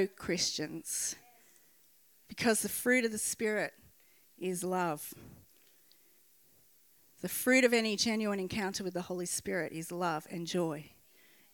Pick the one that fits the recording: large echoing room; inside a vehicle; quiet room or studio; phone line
large echoing room